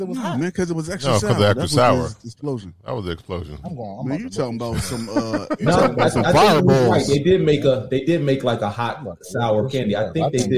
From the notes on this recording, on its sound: Live correspondence from our favorite outings, beer festivals. We go live and check the vibes at Barrel and Flow Fest and the Delaware Beer Fest.